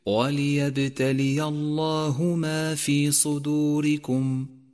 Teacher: ثم انتبه بعدها إلى تفخيم لام لفظ الجلالة لأنها سبقت بحرف مفتوح وليبتلي الله، وانتبه أيضا إلى أن الهاء من لفظ الجلالة حرف مرقق دائما